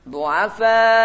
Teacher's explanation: Disukun dulu, disukun hamzahnya dulu, baru maju. Setelah disukun, bibirnya baru maju membentuk syakal dhammah.